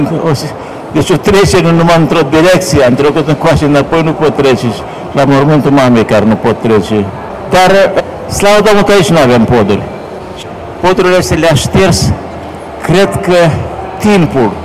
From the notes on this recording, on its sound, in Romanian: Eveniment editorial marca UZPR la Bookfest. Înregistrare de la lansarea celor două volume mai sus amintite, Bookfest, Romexpo - Pavilion B2, Cafeneaua Literară.